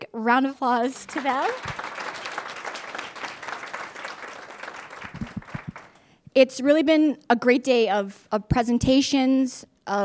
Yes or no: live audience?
yes